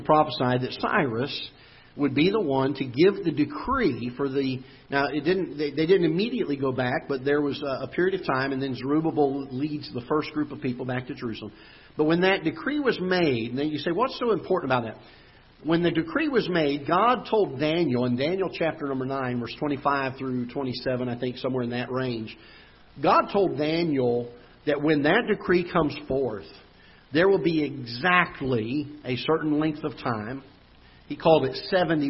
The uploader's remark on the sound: Ketha Heights Baptist Church ~ Live Broadcast